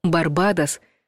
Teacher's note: Если вы привыкли произносить «Барбадос», можно вас поздравить, вы ошиблись. Правильно ставить ударение на вторую «а»